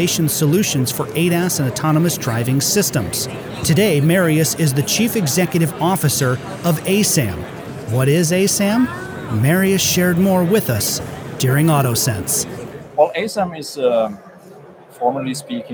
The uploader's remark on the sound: Live from the Autoworld Museum in Brussels, Belgium. At AutoSens and InCabin.